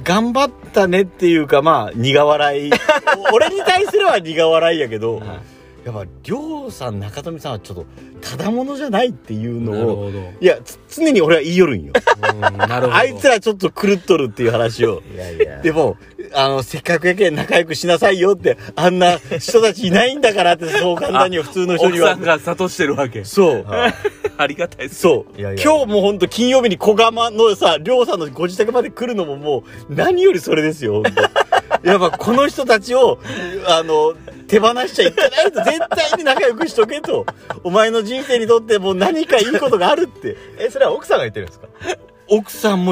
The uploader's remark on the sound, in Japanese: 庭にマットを引いてたんですが、雨が降り出して車の中へ。金曜日の焚火会3人で収録しております。